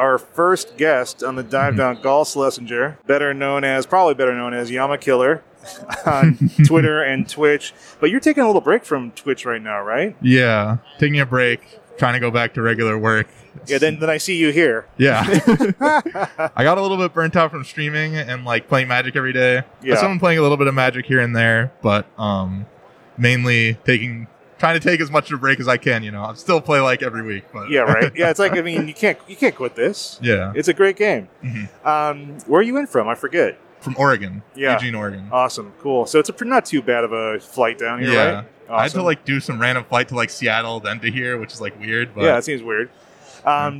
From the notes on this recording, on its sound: We come to you LIVE (well, sorta) from the recent MTG Las Vegas event